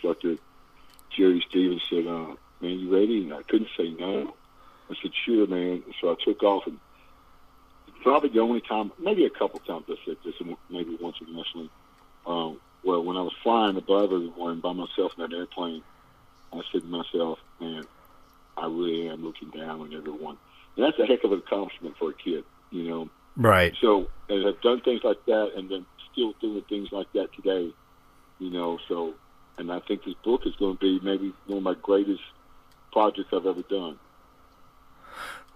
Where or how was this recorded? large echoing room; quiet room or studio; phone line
phone line